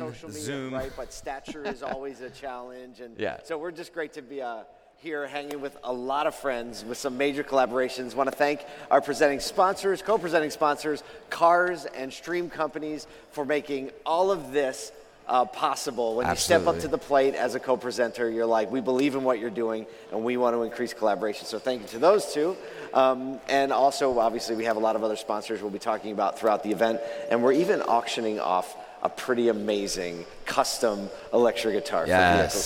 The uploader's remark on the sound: The day has finally arrived as we are LIVE from the ASOTU CON Main Stage!